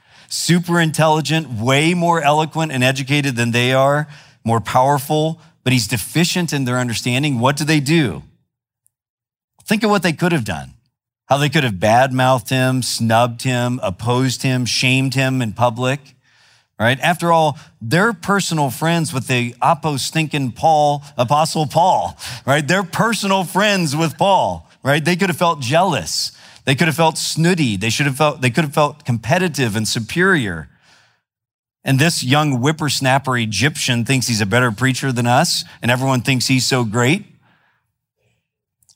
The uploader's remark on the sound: preached in February 2017 at Sojourn East